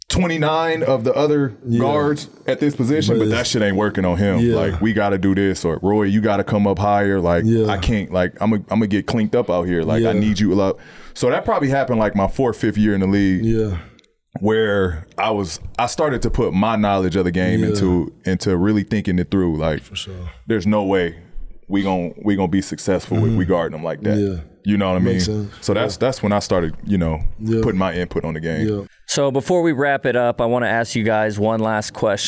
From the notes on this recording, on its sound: we’re back recording from the Smoove's Hair Gallery Barbershop in Las Vegas